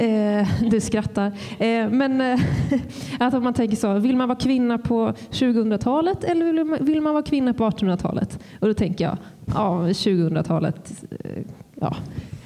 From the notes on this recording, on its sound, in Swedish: Live på Musikaliska. Podden är inspelad live för publik på Musikaliska.